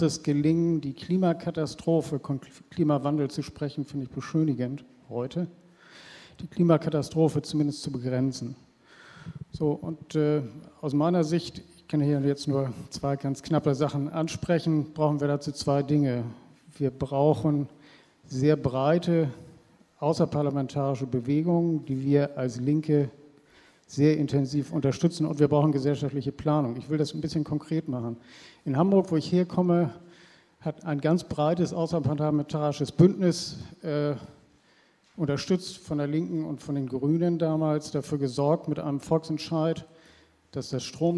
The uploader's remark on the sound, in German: Erstes Panel der Konferenz «Auf der Flucht vor humanitären Krisen» vom 3. Berlin.